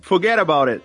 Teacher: Tem esse forget no sotaque de Nova York, o R, ele não aparece muito. Então a gente diz que é um sotaque que é uma variação não rótica.